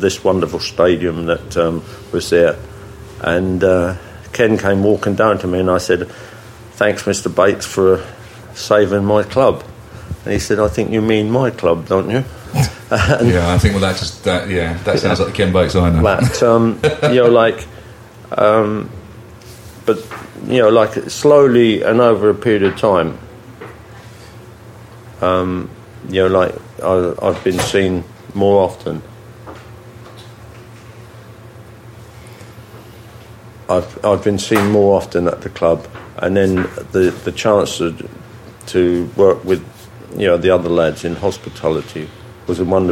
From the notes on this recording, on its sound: Coming live from the Millennium Hotel